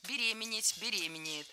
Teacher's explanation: Правильный вариант – беременеть, беременеет. Ударение в этом слове ставим всегда на второй слог – беременеть.